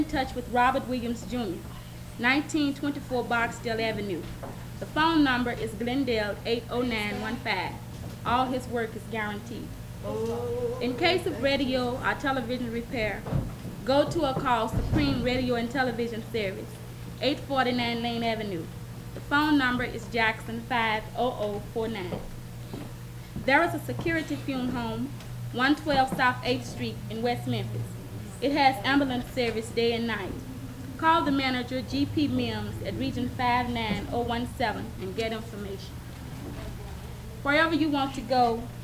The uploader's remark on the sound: Live.. from the... Hart Temple